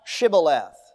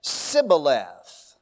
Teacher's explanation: So apparently, because of their local dialect, there was a little bit of a difference in pronunciations. And the Ephraimites had never learned to pronounce that SH sound. Instead, it would come out as a plain S, a S sound. And so it was a simple test, say Shibboleth, and if they couldn't say Shibboleth, they said Sibboleth.